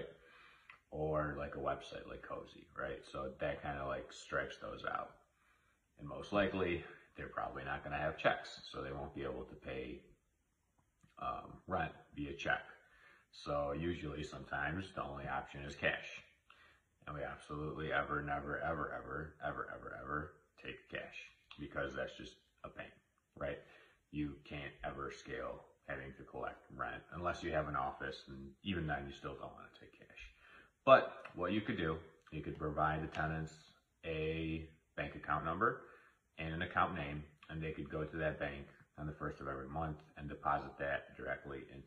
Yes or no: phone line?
no